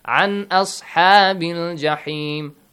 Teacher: Noon must be clearly pronounced as if there is no rule applied. As if you don't know anything about tajweed.